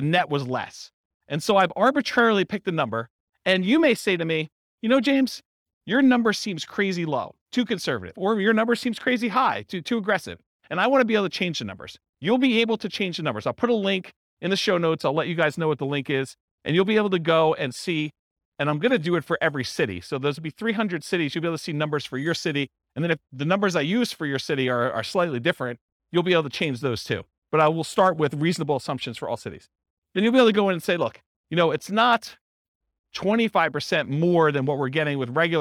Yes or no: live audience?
yes